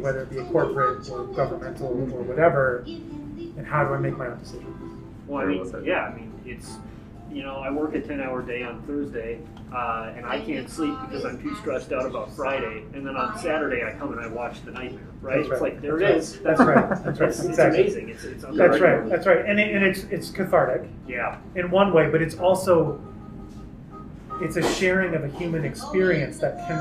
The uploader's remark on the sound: Listening note: Live audio from the Trylon lobby. Socially distanced. Great conversation, suboptimal audio quality.